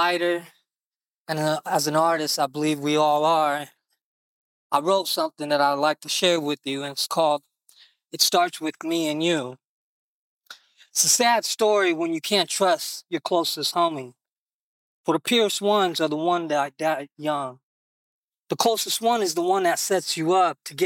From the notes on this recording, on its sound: Recorded this podcast right after martial class sitting on an old couch we found, overlooking the Malibu CoastLine.